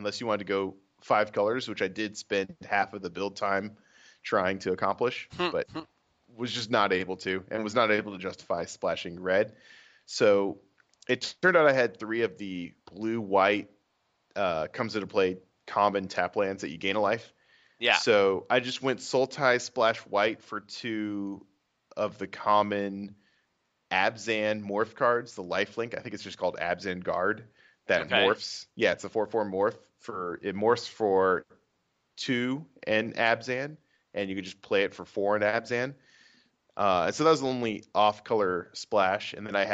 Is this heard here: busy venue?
no